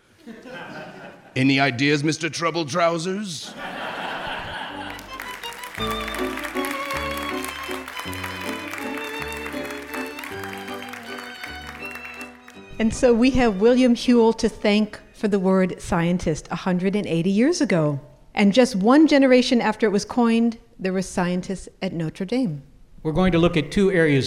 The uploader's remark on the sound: As we travel to the University of Notre Dame to celebrate the 150th anniversary of its College of Science with a show recorded in front of a live audience. Recorded at the Eck Center at the University of Notre Dame.